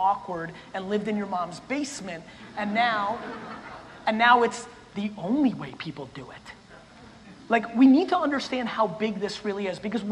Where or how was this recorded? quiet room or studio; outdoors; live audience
live audience